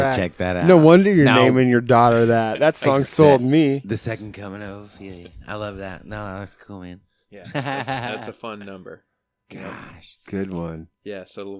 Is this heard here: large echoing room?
no